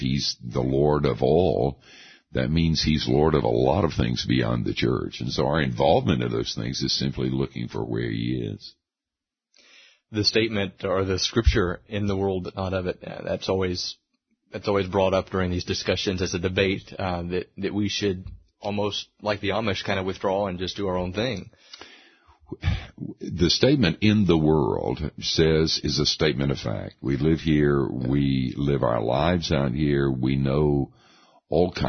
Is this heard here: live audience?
no